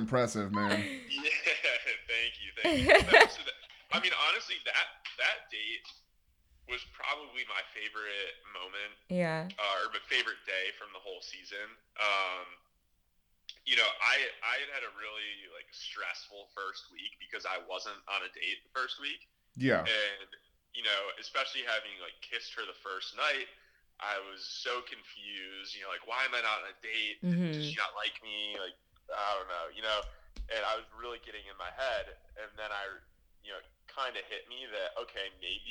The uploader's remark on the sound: we do a 45 minute phone interview